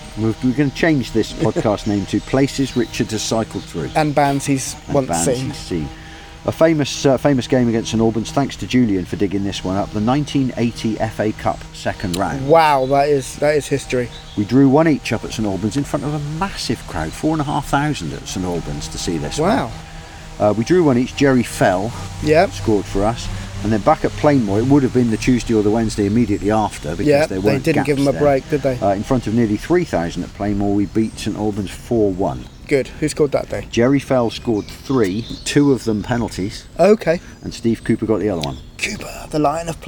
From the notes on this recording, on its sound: Sitting outside in the sunshine in Babbacombe while the birds sing their songs around them. With added birdies, of course.